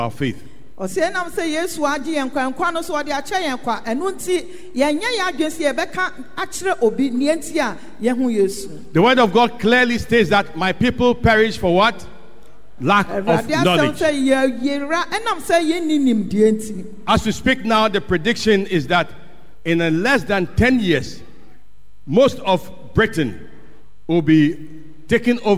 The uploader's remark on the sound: Sermon preached at CBC Adabraka/Shiashie Campuses